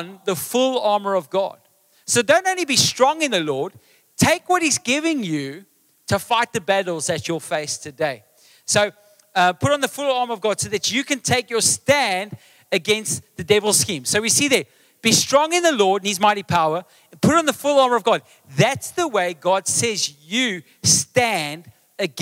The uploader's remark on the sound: Table View AM. Recorded live on Sunday the 15th October 2023.